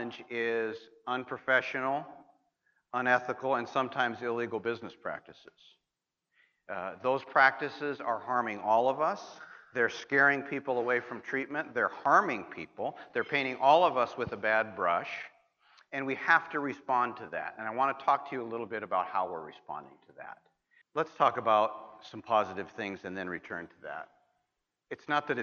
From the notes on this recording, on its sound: opening remarks at the 39th Annual Leadership Conference of the National Association of Addiction Treatment Providers at Barton Resort in Austin, Texas